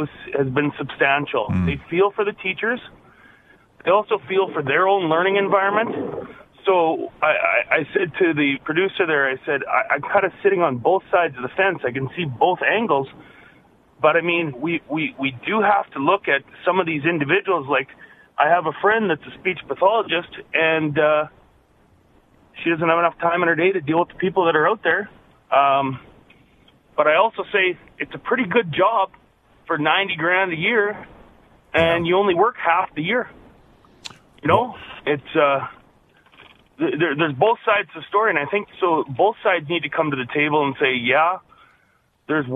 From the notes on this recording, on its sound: Open Lines. Opens up the phone lines to take your calls.